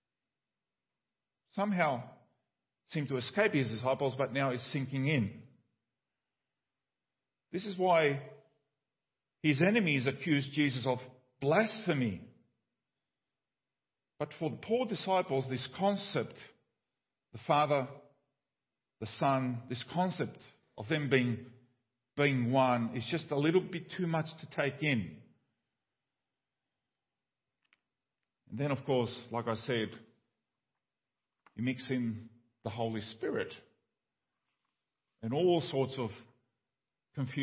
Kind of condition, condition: setting, large echoing room